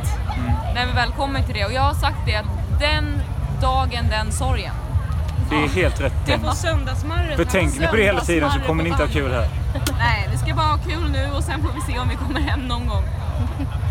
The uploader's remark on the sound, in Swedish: Emmabodafestivalen 2018. Vi sammanfattar våran festivalupplevelse och klipper då och då in olika alkoholdrivna samtal med sköna människor från festivalen.